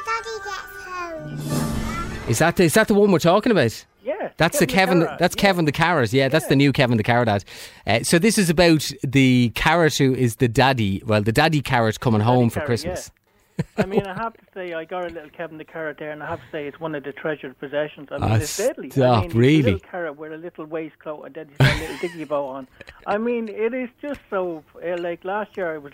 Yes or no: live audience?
no